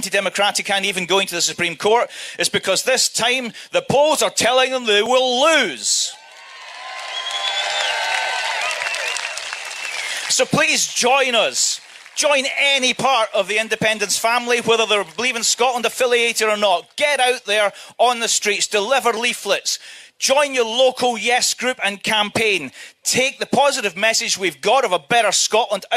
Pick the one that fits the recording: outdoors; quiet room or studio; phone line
outdoors